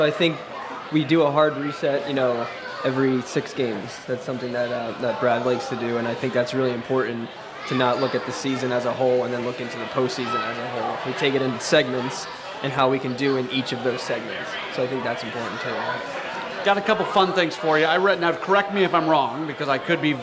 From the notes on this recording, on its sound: It’s the Michelob Ultra CITY Caravan! Live from Hot Shots in Arnold, MO.